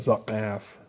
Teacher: It's a guttural. It's in the back of the throat. It is a throat closure like the aleph, but it's a throat closure with a kick. · Term: ayin